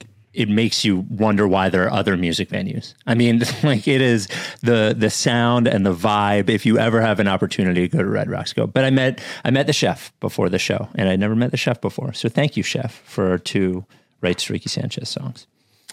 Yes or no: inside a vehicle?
no